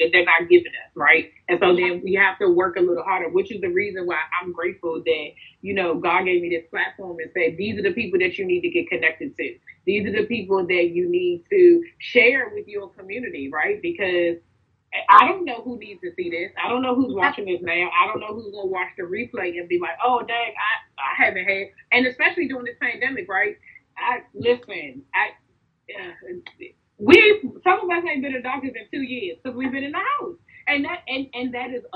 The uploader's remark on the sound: we are rewinding to the Women’s Wellness IG Live Series from March 2022